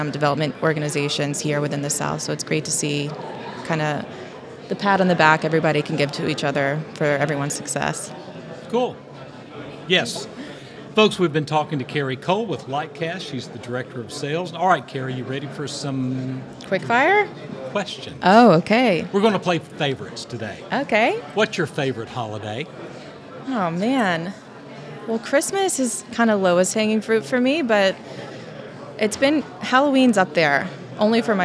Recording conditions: busy venue